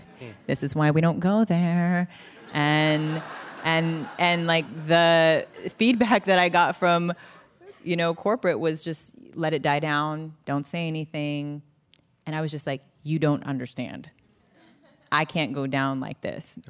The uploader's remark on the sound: This program was recorded in front of a live audience at The Marines Memorial Theatre in San Francisco on June 18th, 2019.